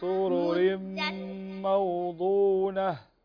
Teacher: تنوين هنا وبعده الميم إدغام بغنة